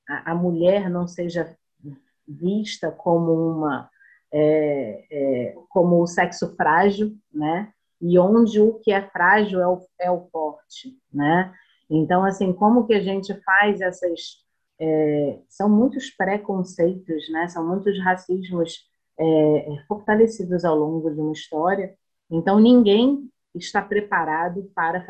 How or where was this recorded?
video call